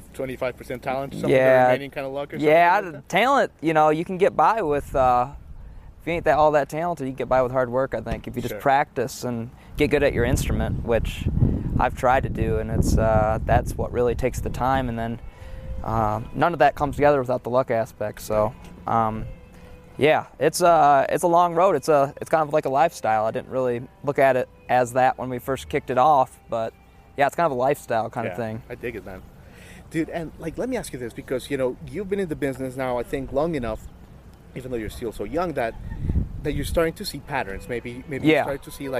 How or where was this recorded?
busy venue